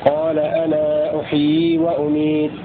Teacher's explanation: وكل من راويه قالون وورش على حسب مذهبه في المد المنفصل، فنجد أن قالون له القصر والتوسط، القصر بمقدار حركتين هكذا، قال أنا أحيي وأميت، والتوسط قال أنا أحيي وأميت، وورش يمد ست حركات كما هو معروف في مذهبه في المنفصل، قال أنا أحيي وأميت.